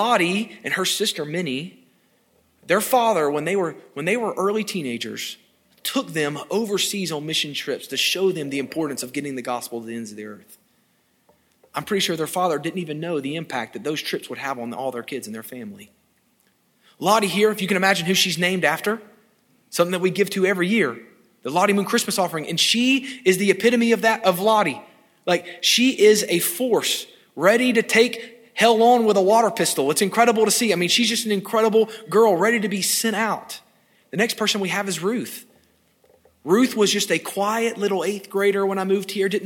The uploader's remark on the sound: This sermon was delivered on March 27, 2022 at First Baptist Church Hendersonville, NC.